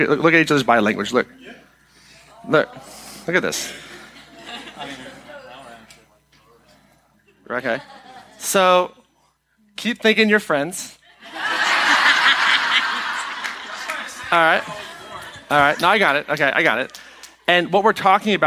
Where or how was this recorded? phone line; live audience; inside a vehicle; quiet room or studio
live audience